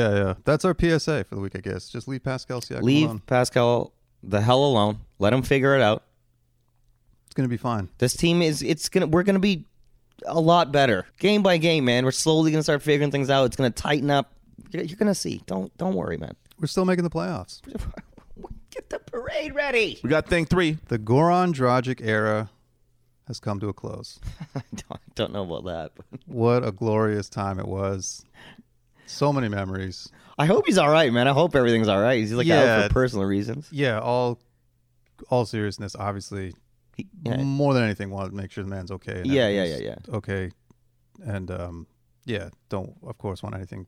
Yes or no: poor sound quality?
no